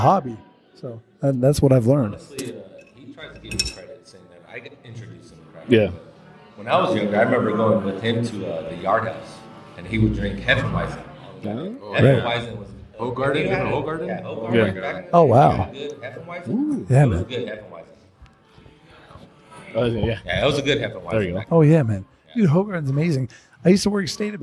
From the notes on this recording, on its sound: Record on location during the most EPIC event. The Trifecta Bottle Share Hosted by The Craft Lounge, Hip Hop Craft, Beer Thug Life and Louie's Liquor! Located in Beaumont, CA.